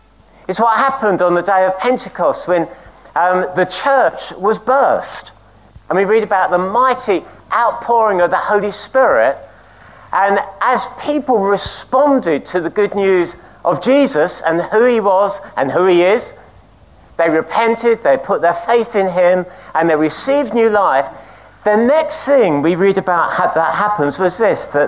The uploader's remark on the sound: At King's Church, Cockermouth, as an audio file.